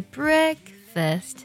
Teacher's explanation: 你听到 break，它这个音高呢会高一点